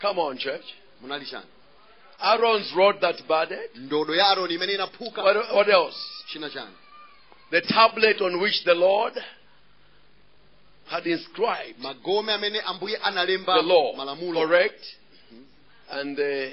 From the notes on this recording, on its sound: Preached at the Encounter Service at Word Alive Blantyre City Church on 19th February 2023